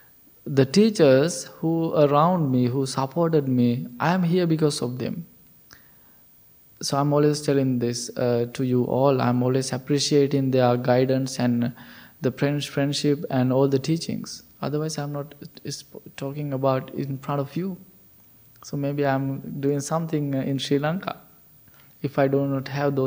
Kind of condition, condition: setting, large echoing room